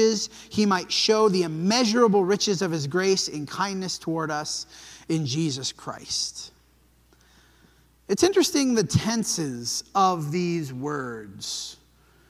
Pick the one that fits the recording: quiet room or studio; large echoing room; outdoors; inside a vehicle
large echoing room